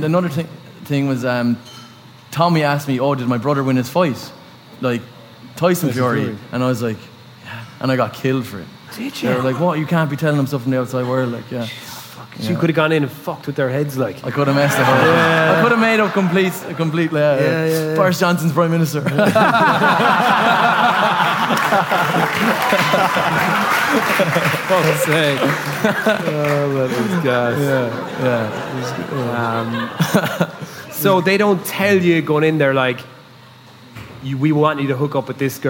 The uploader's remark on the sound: House of Rugby World Cup launch party